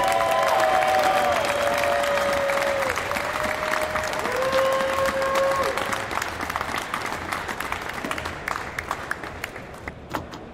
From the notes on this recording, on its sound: Recorded live from the September 2018 Surf Expo, it’s the induction ceremony from the Wakeboarding Hall of Fame.